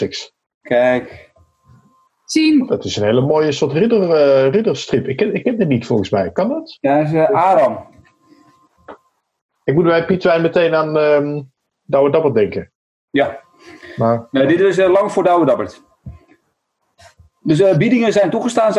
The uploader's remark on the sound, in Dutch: Niet vanuit een gelikte radiostudio, wel vanuit huis via Zoom.